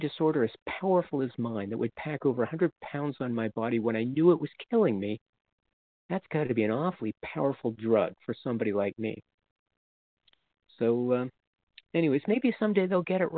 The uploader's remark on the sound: from the 100 Pounders Phone Meeting